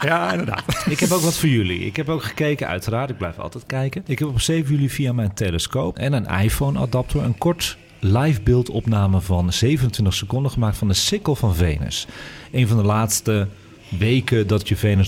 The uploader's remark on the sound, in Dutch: Deze live uitzending is opegenomen in het Allard Pierson te Amsterdam voor AmsterdamFM.